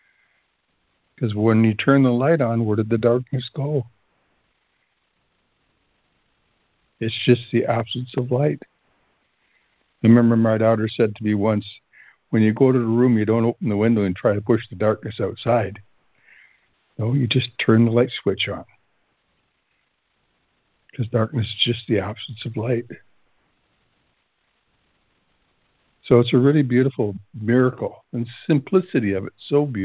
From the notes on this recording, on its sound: ACIM Daily Conference Call